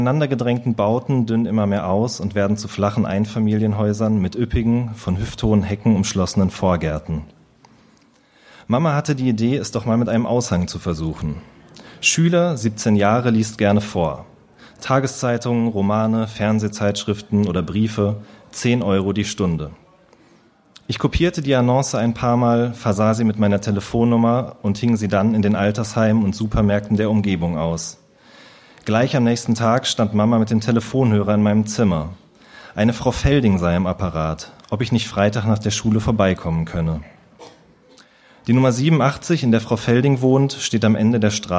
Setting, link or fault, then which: setting, live audience